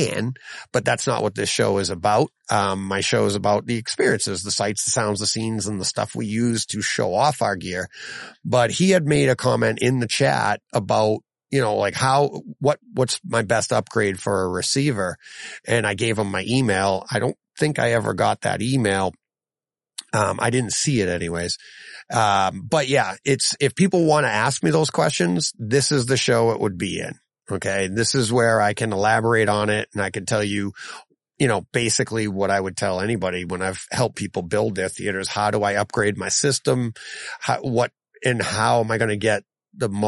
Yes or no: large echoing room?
no